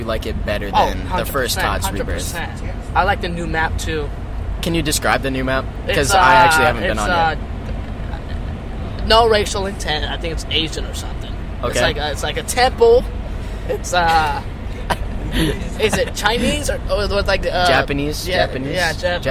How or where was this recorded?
inside a vehicle